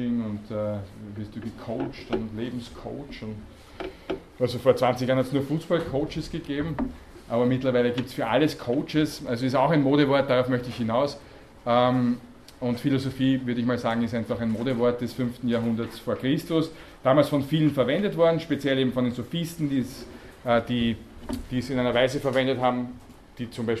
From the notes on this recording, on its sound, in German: Grundlagenvorlesung. Diese Vorlesung wurde von Studierenden der Uni Wien aufgenommen.